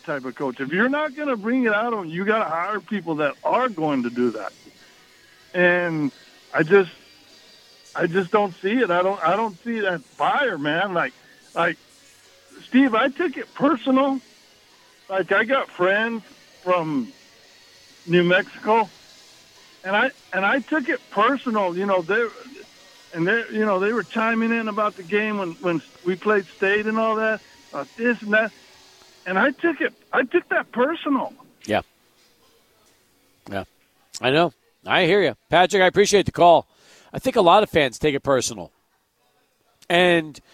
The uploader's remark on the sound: Live at Border City Alehouse